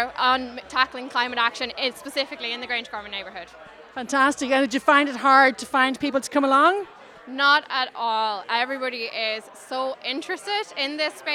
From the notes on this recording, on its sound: Went along to Grangegorman Climate Action Day as part of Stoneybatter Festival and chatted to some of the people exhibiting there. In the Dublin 7 area.